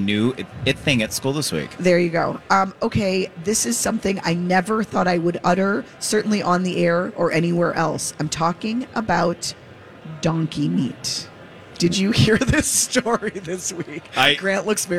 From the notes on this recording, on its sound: Live from the Choice Bank Minnesota Golf Show!